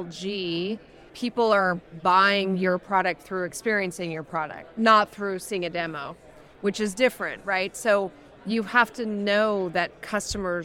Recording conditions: busy venue